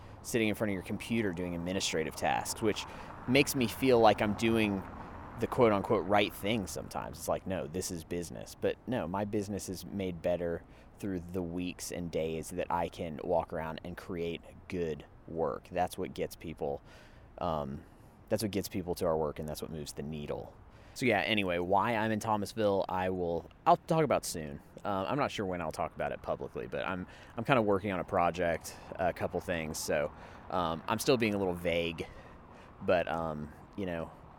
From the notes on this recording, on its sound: A mini-sode I recorded while walking around shooting photos in Thomasville, GA.